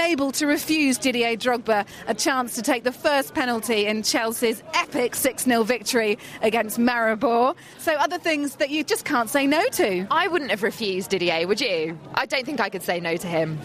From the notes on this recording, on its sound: The Offside Rule (We Get It!) Euro Show is recorded post-match at White Hart Lane.